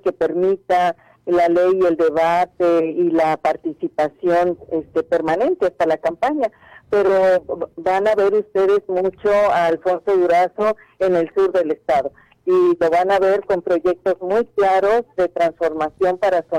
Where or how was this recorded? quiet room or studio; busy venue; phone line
phone line